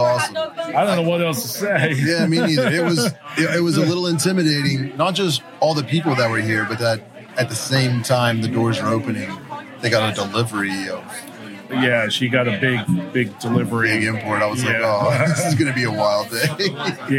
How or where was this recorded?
busy venue